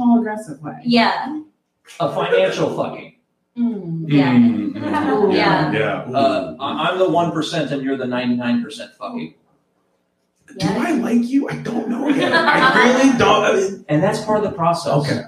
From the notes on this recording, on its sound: LIVE from Under St.